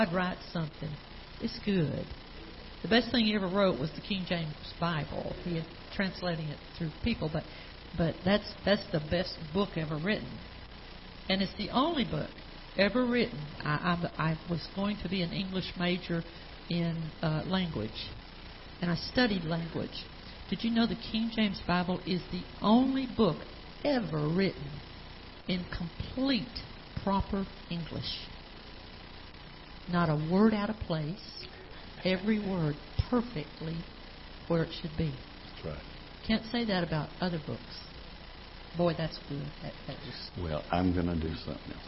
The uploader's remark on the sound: Ketha Heights Baptist Church ~ Live Broadcast.